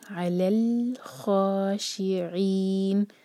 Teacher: إِلَّا عَلَى الْخَاشِعِينَ، عین کو اسٹرانگ کریں گے اور لام پر قلقلہ نہیں ہونے دیں گے. عَلَى الْخَاشِعِينَ، عین کلیئر.